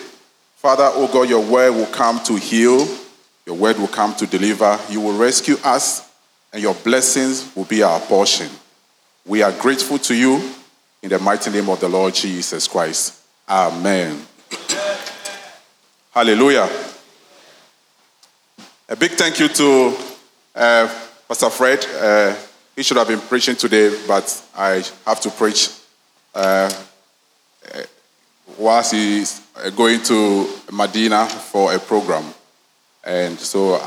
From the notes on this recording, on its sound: Sermon preached at CBC Shiashie Campus